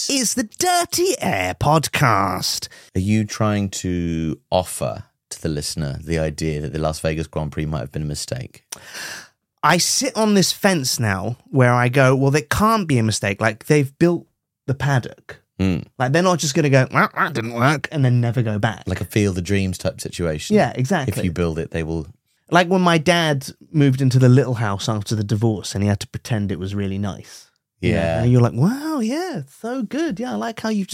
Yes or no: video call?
no